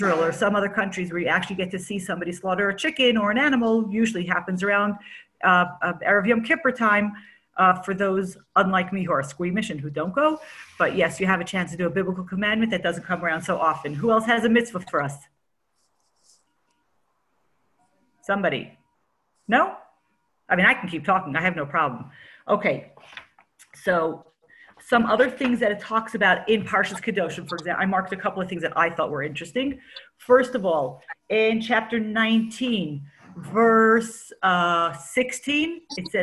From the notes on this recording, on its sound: Zoom Class